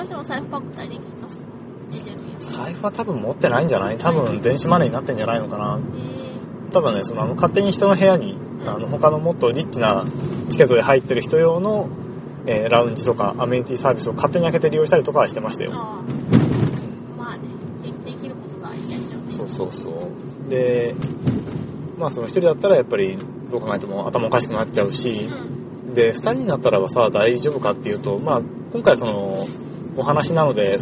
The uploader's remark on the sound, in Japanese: 映画「パッセンジャー」を観に行った帰り道での収録です。